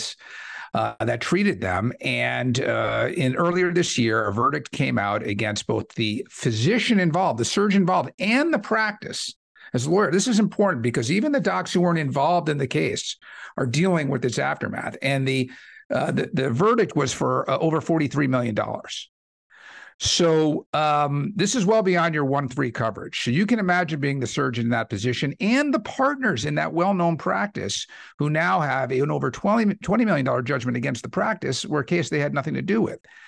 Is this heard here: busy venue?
no